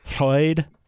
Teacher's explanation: And then LL, like we begin with Lloyd, is a distinct lateral sound created by placing the tongue behind the top teeth and blowing air out the sides